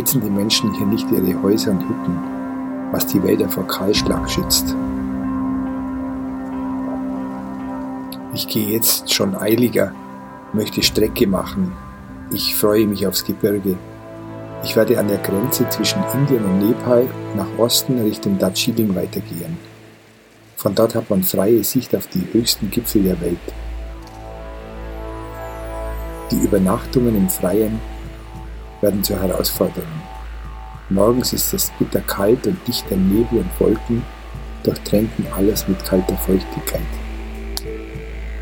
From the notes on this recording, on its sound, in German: In dieser Folge hörst du eine Aufnahme eines Lagerfeuers und das Rauschen eines Bergbachs. Die hochwertige Audio-Aufnahmen, die ich in Indien gemacht habe umfasst das volle hörbare Klangspektrum.